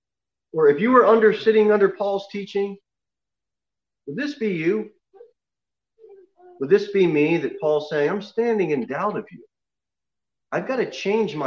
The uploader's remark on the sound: Sermon delivered at Pilgrim Baptist Church on Sunday, January 24, 2021, at 11:15 am. Jere Whitson Rd.